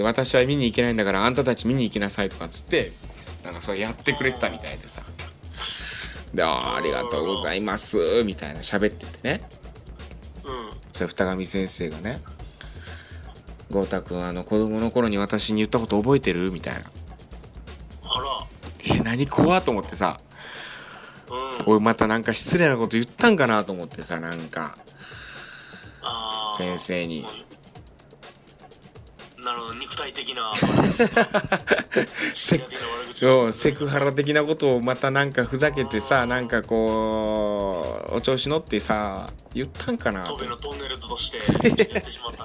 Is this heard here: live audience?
no